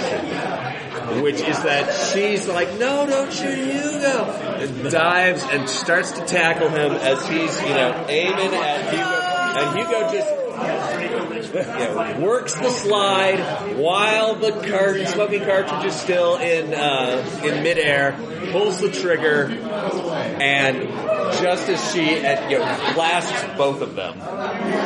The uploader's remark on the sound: Please excuse the audio quality of this recording, it was a con game